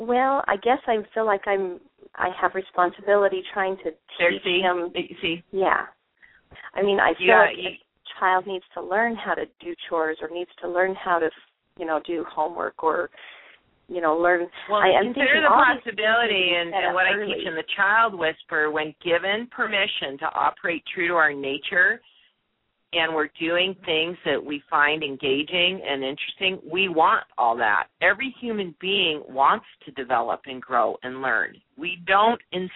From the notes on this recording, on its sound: opens the lines to answer live questions